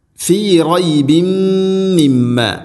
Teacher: തൻവീനിനെ മീമിലേക്ക് ഇദ്ഗാം ചെയ്ത് അഥവാ കൂട്ടി ലയിപ്പിച്ചു മണിച്ചുകൊണ്ട് ഉച്ചരിക്കണം. അതുപോലെ മിമ്മ മീമിന് ശദ്ദുണ്ട്, മണിക്കണം. · Term: ഇദ്ഗാം ബിഗുന്ന